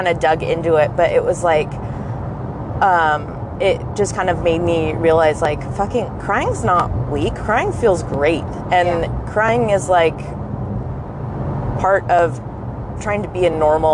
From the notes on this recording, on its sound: We are so sorry it was recorded in a car. This was our very first recording experience, and we were slightly hungover...